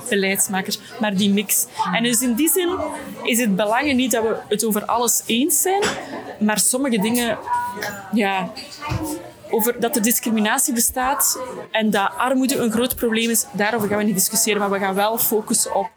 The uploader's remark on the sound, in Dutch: Mini-interviews op het Festival van de Gelijkheid